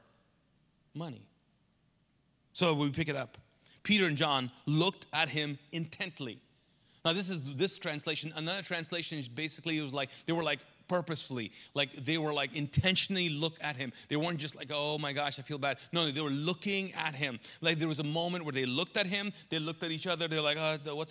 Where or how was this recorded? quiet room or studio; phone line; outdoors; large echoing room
large echoing room